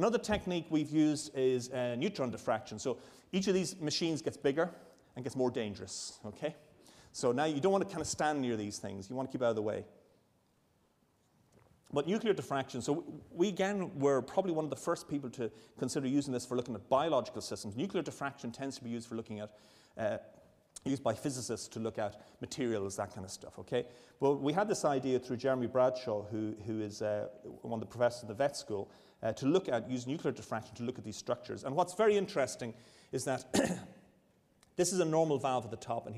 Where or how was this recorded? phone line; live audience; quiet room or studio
live audience